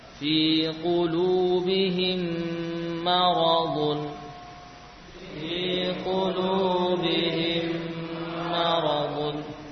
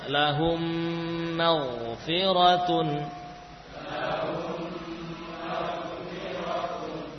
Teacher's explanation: ketika mim sukun bertemu mim, maka mim diidghamkan sehingga mim yang kedua bertasydid dan gunnah dibaca dengan sangat sempurna · Term: idgham syafawi